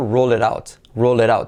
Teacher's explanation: la T es una letra semiclave, se convierte en R suave